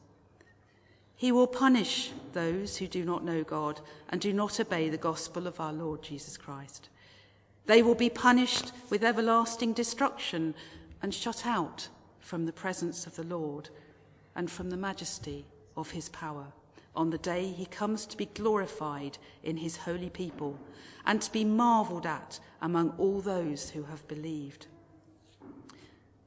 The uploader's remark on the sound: Christ Church, Bayston Hill (UK)